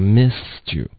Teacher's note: missed 这个 e 的音呢，舌头稍微高一点，刚刚还偏一个 e missed you.你要 missed you.